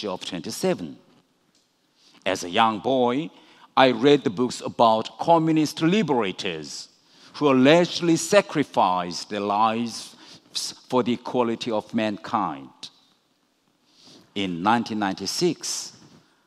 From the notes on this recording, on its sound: recorded at the 2019 Oslo Freedom Forum in New York